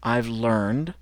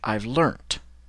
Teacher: the difference between d or t at the end, it's a voiced and a non-voiced sound you have at the end